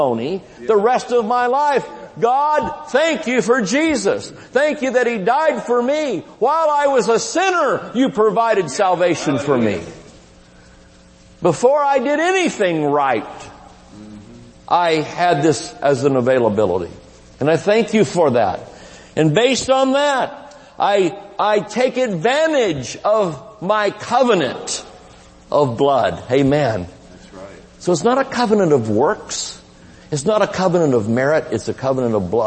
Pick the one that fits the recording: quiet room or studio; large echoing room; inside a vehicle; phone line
large echoing room